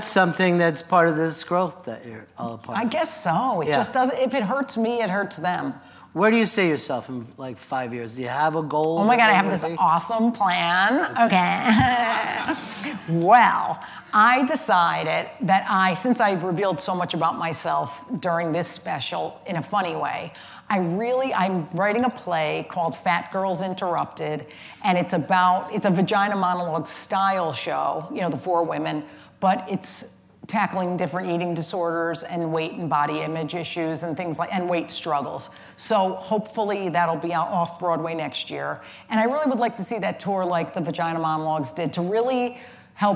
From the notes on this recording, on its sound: The conversation was recorded on June 22, 2015 in front of a live audience at New York’s 92nd Street Y